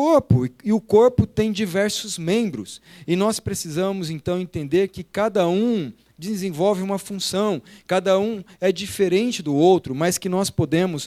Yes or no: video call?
no